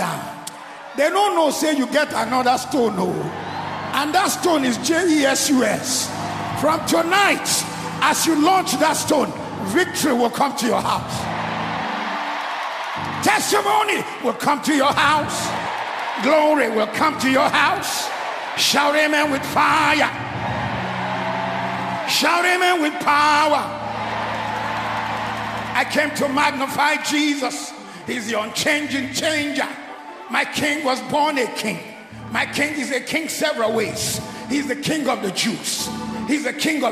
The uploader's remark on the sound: Kingdom Life 2023 World Conference Opening Service